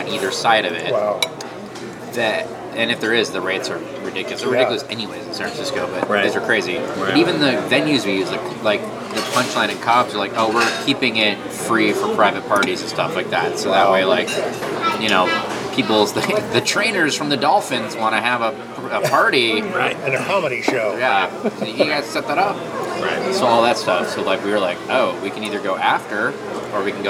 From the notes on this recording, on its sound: At Izzy’s Deli in Santa Monica.